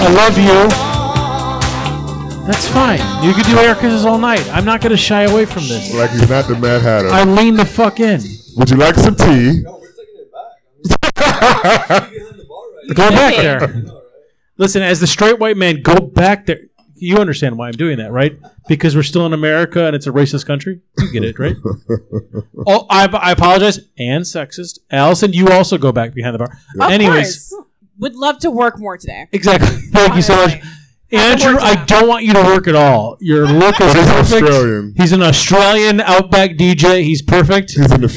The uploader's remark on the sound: Live at the Looking Glass Lounge.